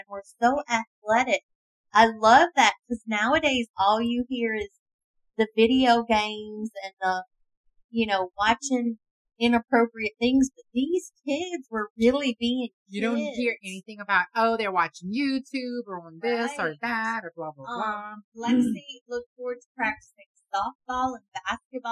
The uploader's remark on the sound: Excuse the audio, first timers here